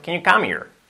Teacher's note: El here, podemos omitir la H, dicho rápido